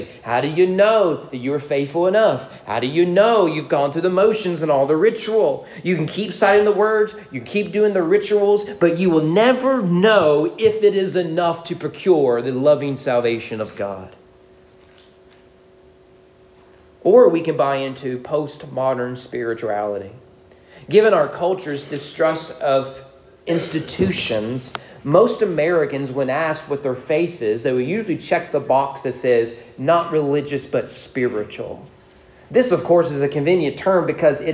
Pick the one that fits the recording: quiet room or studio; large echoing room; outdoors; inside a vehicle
large echoing room